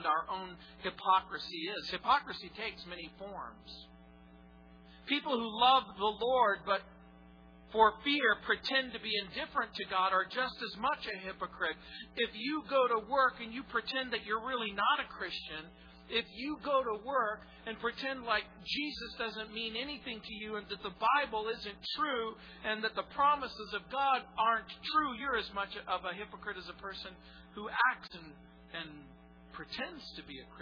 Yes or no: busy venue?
no